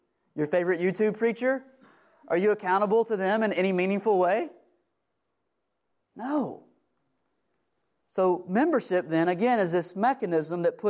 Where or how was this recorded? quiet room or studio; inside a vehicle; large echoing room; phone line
large echoing room